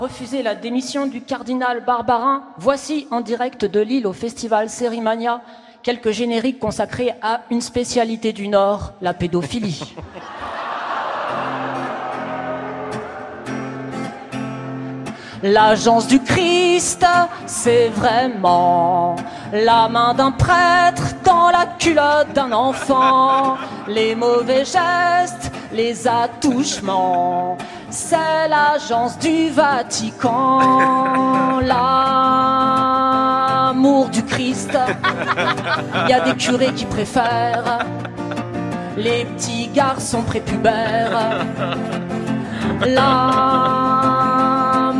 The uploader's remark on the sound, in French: En direct du festival Séries Mania à Lille